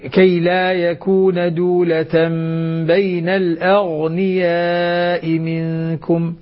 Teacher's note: بين الأغنياء منكم. فخم الغنة فخم الغين عفوا فخم الغين مسكنة تفخيم الغين مع تسكينها